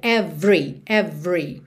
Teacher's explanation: Então, você já vai do V pro R